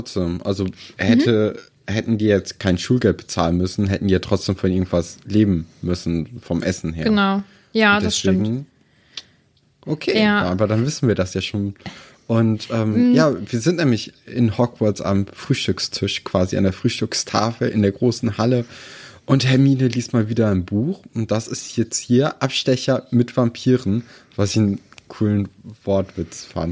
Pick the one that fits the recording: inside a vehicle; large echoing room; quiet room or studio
quiet room or studio